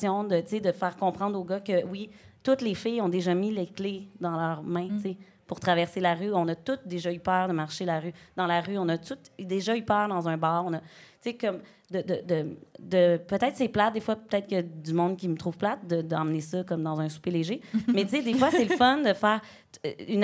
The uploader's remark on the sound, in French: Enregistré devant public à l'Idéal à Montréal mercredi le 1 novembre 2023.